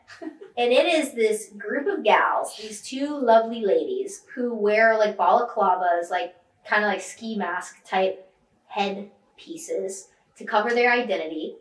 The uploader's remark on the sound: Sorry about the audio, next week will be crispy we promise.